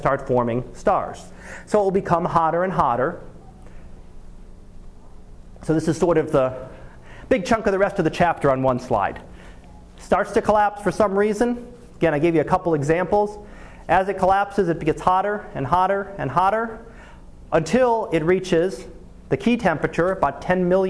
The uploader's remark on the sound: Live Class Lecture